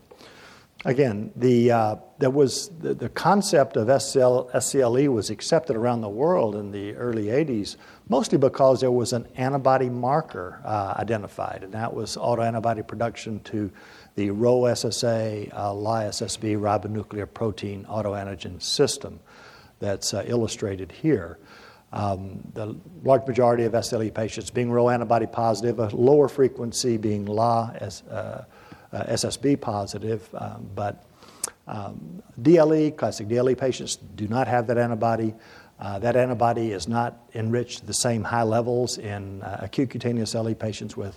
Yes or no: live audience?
yes